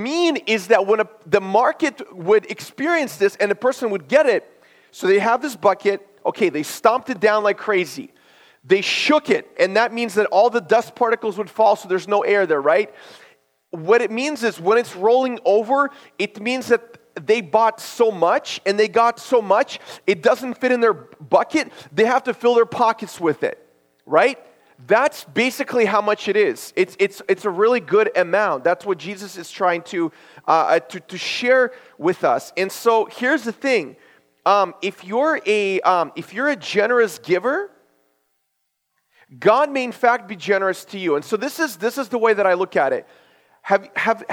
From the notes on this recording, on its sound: This is a sermon I preached at my church based on Luke 6:38.